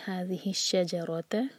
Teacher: شج light اور را بیچ میں ہیوی بعد میں تا لائٹ